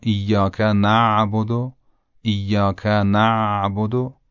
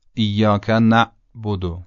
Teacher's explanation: عین به خصوص وقتی که ساکن باشه قدری قابل امتداد و کشش هست و با نرمی تلفظ میشه، اما همزه این حالت رو نداره. صدا در حالت ساکن بودنش قطع میشه و دوباره شنیده میشه.